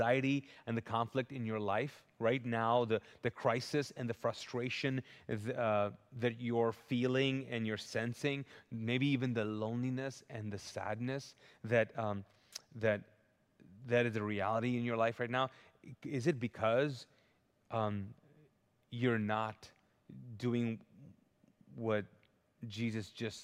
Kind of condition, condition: setting, large echoing room